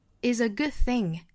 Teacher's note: is 和后面的 a 做连读